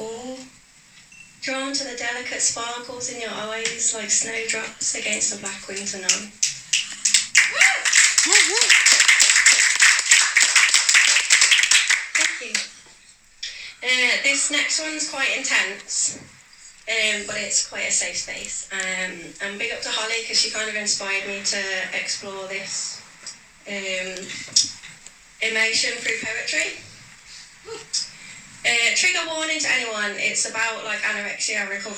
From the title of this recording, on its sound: Live At Skills By Mouth In Birmingham.